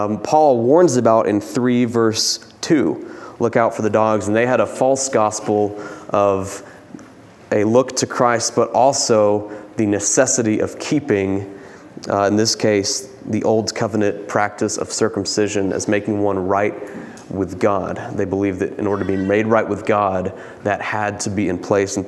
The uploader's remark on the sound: Preached this sermon from the pulpit of Grace Community Church in Berea, KY on Sunday, May 15, 2022.